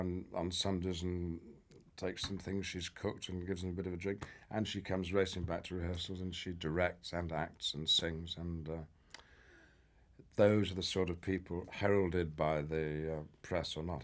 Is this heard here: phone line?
no